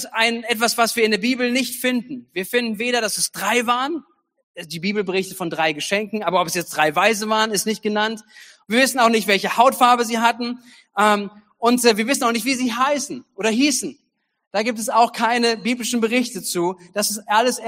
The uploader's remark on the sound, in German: Gottesdienst zum Heiligabend 2022. Predigten aus der Missio Kirche. Gemeinde für Bad Kreuznach und Region.